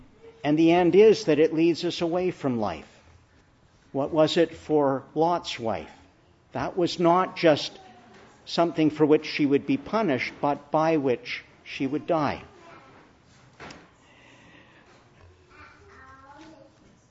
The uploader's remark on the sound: Preached in the Church of the Annunciation of the Blessed Virgin Mary, Ottawa